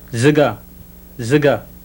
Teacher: And now a voiced alveolar fricative.